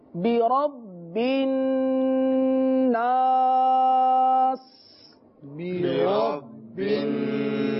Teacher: اب سین کی ادائیگی عموماً ایسا ہوتا ہے کہ جب آیت پڑھتے ہیں تو وقف میں ہماری سانس ختم ہو رہی ہوتی ہے تو حروف جو ہے وہ صحیح معنوں میں ادا نہیں ہو پاتا، لہذا آخر میں سین کو سیٹی کے ساتھ ادا کریں گے